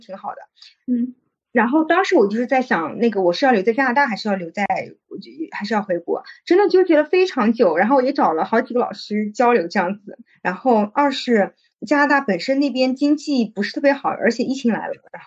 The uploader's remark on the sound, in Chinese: 今天这一期录制仍然是在线上。虽然上海解封了，但是我们忘记现在是可以出门的了。